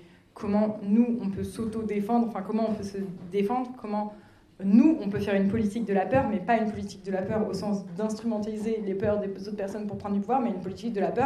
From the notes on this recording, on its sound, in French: Enregistrement d'une session lors des rencontres d'écologie anticapitaliste "La mer monte", du 6 au 9 avril 2023 à Marseille.